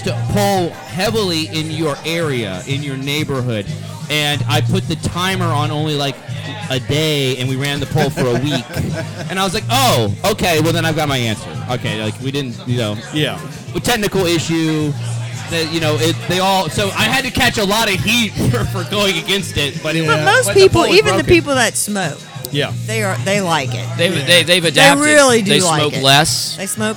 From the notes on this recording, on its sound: At The Villager Tavern to record an episode. Hillsboro Village.